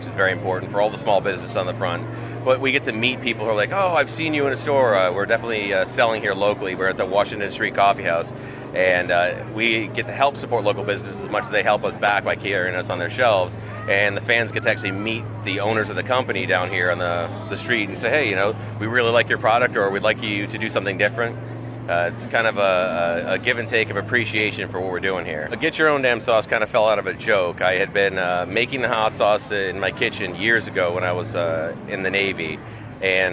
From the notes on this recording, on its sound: Sailfest took over the streets of downtown New London. She brought back her impressions and sounds from the event.